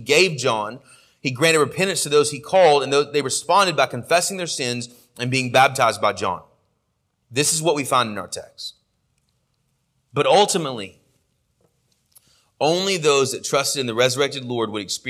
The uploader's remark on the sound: Sermon audio from our morning worship service